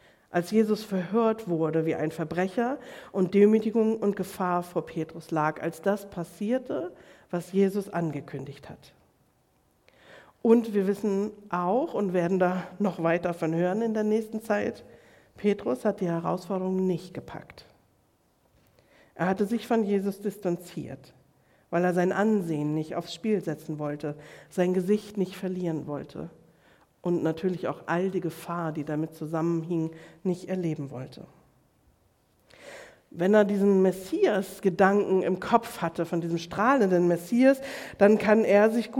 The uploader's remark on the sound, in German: Predigt im Rahmen des GreifBar+ Gottesdienstes